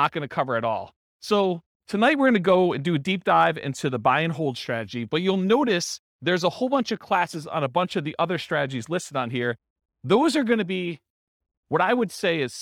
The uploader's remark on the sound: This was a live class recorded